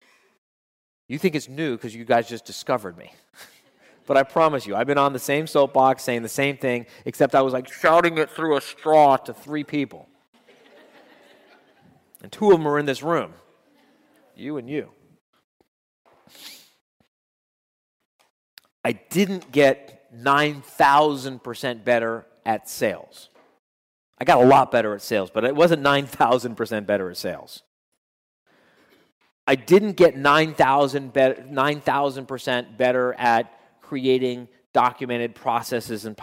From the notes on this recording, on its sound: addressed his members at a Live Quarterly Meeting in West Palm Beach, Florida